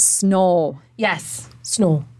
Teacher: It's a monophthong. So it goes right to that O. Whereas in generican, it would be a diphthong and it has two parts.